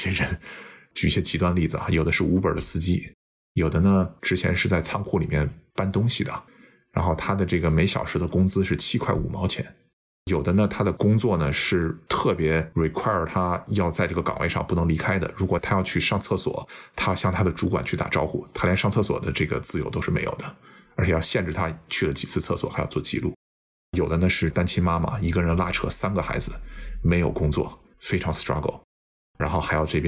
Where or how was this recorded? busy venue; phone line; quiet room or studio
quiet room or studio